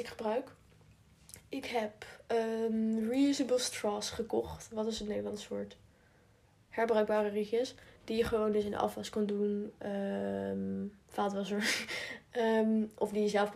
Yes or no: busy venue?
no